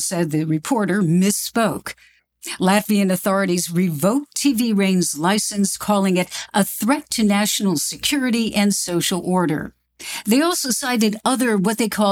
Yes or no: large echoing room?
no